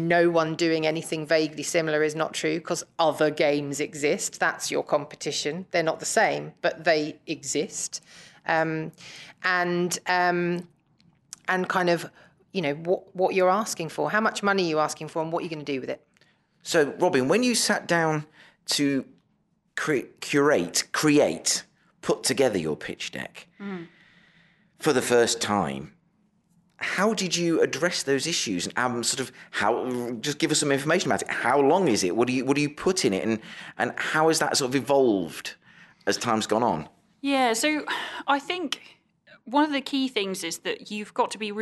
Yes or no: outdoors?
no